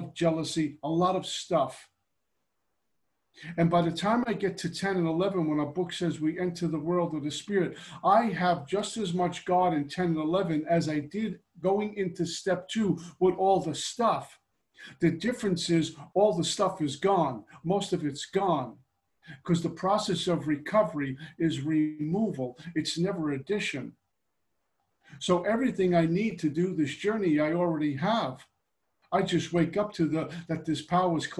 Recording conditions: video call